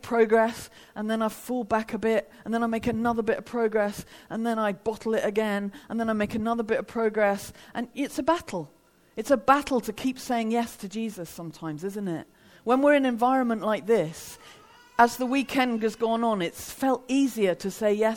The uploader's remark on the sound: Devoted 2019 - a festival for all the family hosted by ChristCentral.